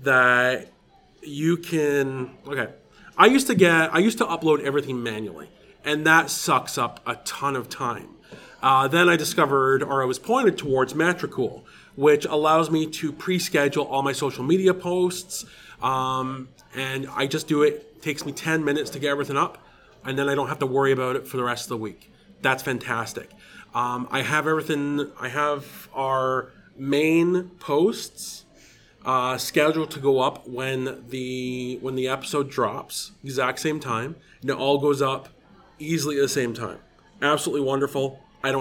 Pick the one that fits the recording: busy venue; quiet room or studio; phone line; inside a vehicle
busy venue